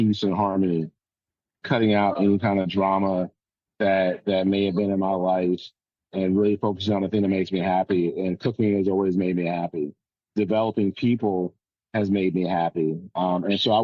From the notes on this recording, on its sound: Via Zoom at—where else?—Jacksonville International Airport. While he awaited his flight to Miami.